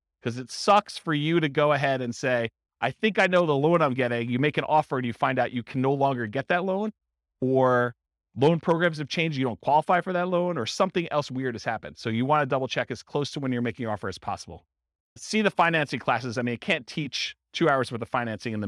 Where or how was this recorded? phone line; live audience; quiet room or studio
live audience